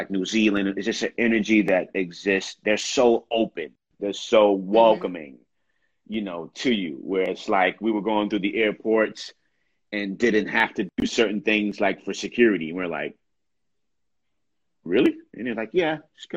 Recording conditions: video call